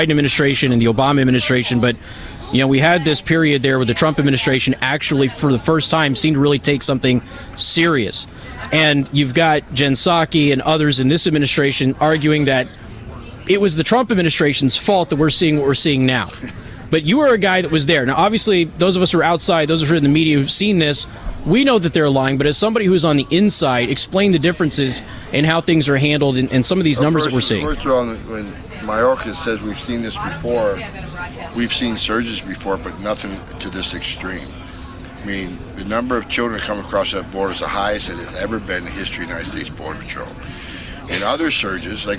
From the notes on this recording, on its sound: Live From Washington DC. FAIRus.org is hosting its annual 'Hold Their Feet To The Fire' conference and I'm broadcasting live from radio row.